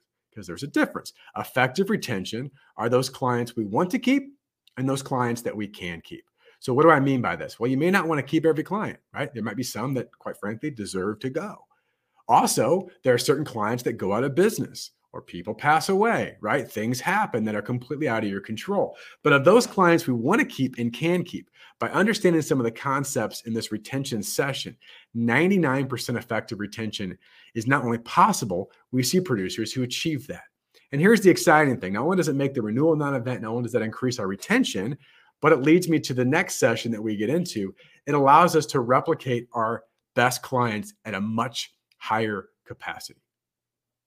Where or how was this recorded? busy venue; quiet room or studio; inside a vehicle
quiet room or studio